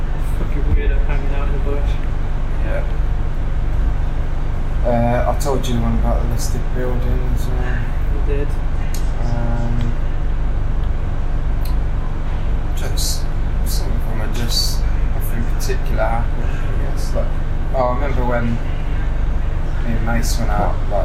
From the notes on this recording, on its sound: I thought I could fix the audio from anything but apparently I’m not as skilled as I thought. Editing it to the point I got it to was a mission. It’s been a wake up call that I need to get some proper recording equipment at some point.